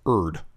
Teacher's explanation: Spanish-speaking adults will use the hard D for the TH sound. I've personally heard earth and as erd often.